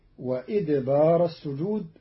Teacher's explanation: قرأ قالون كلمة وأدبار بكسر الهمزة فتصير وإدبار السجود على أنه مصدر أدبر.